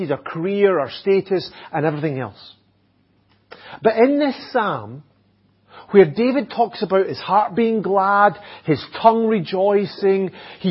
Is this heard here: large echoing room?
yes